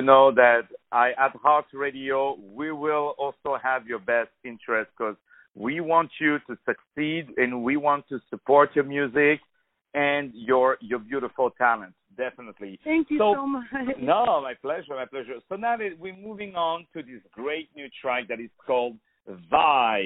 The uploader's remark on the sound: On the phone